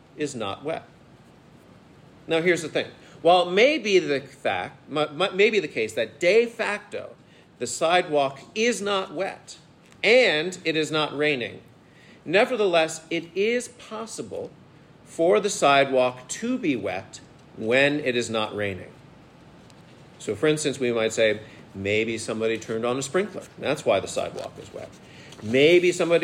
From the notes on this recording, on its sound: At the "Thomistic Philosophy & Natural Science Symposium" at the Dominican House of Studies.